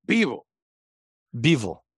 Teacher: So it's the stress on B now.